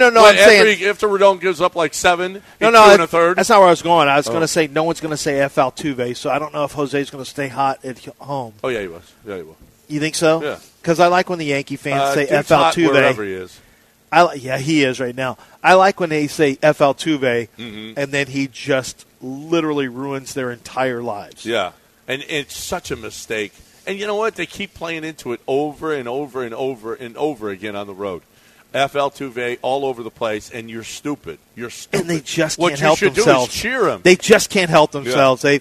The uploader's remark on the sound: LIVE from Golden Nugget in Lake Charles!